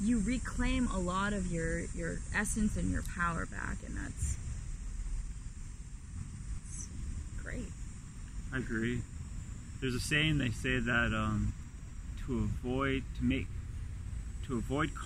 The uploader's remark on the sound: Carcast